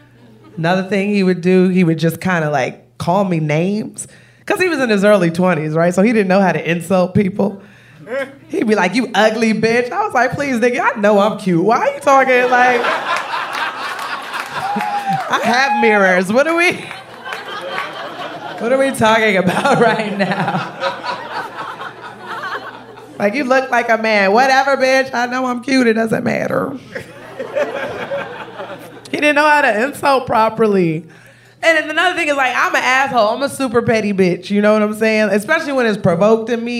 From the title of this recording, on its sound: Live At Caveat!